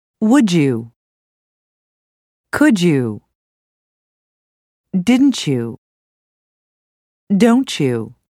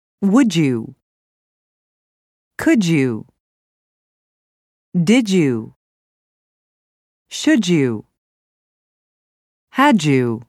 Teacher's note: D plus y sounds like j, and t plus y sounds like ch. · Term: reduction